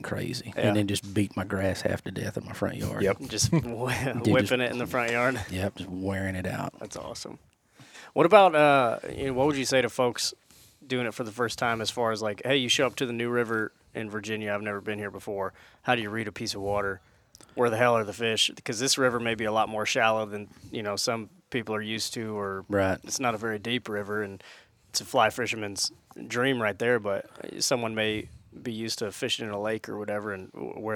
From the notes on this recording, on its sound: This episode was recorded at the first ever HLE Team Rendezvous from inside a 150 year old tobacco barn. The boys got to meet in person for the first time.